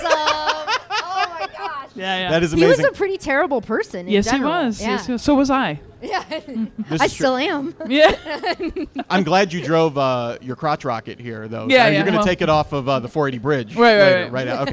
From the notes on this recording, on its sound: EooD LIVE. At the Beachland Ballroom and Tavern for the first LIVE Edifice of our Demise.